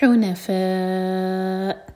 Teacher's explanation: حنفاء یہاں رکیں گے تو حمزہ کو ساکن کر کے رکیں گے، اور فا ہوگا چار حرکہ لمبا تو حمزہ کو جب ساکن کریں تو کٹ آف ساؤنڈ آنا چاہیے